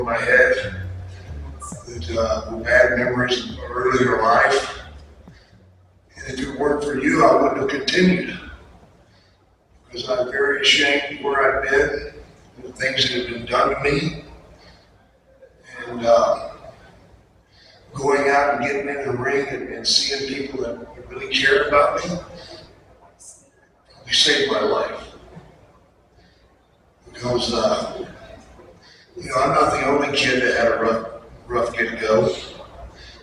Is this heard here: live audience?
yes